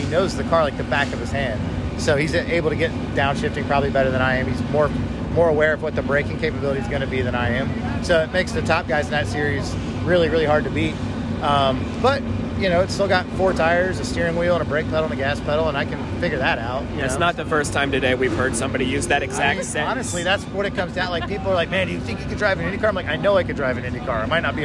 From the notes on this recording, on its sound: walking down to INDYCAR practice